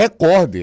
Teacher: ela é uma paroxítona, a sílaba forte é o cor. Só que aí a maioria das pessoas fala recorde.